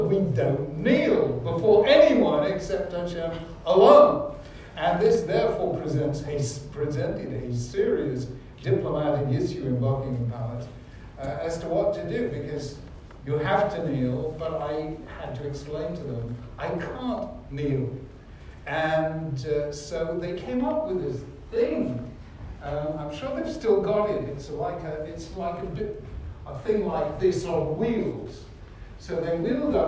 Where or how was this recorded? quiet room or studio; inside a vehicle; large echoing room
large echoing room